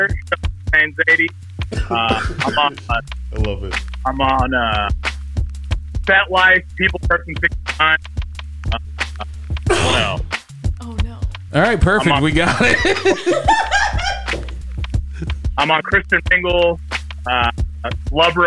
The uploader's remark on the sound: Comes into the studio on some different energy during a Wolf Moon. Joins us via phone from ATL.